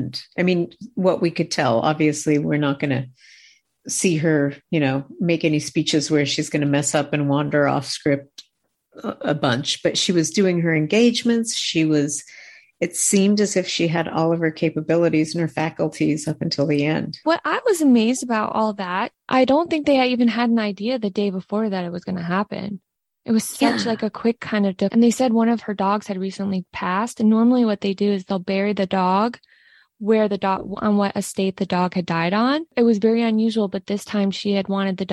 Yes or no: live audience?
no